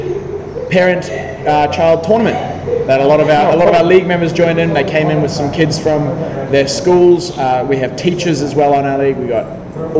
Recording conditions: busy venue